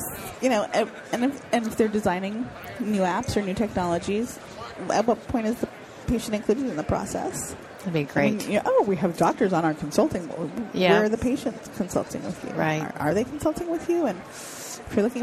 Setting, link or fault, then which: setting, busy venue